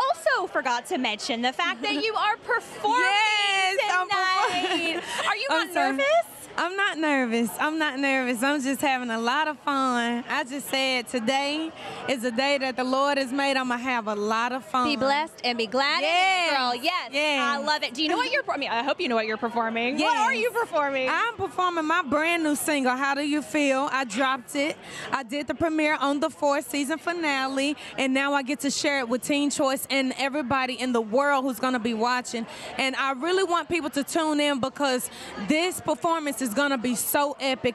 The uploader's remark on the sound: Live on the Pink Carpet. From the Teen Choice Awards pink carpet.